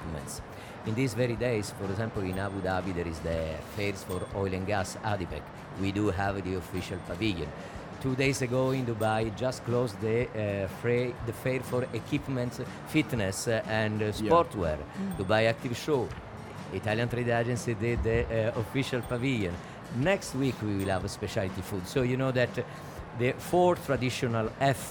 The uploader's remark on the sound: Live from SIBF 2022